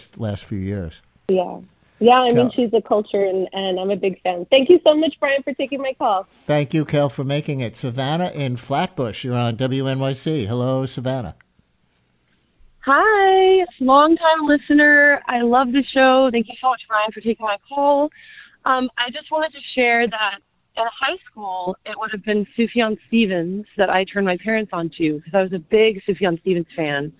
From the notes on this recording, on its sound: Listeners call